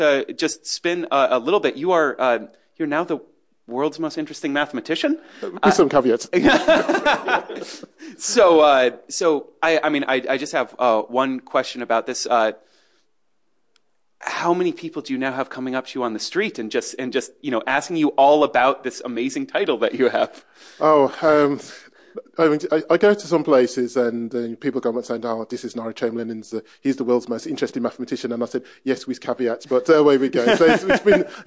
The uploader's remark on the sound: This bonus episode of Relatively Prime features a live podcast recording from 2018's Annual MathsJam Gathering.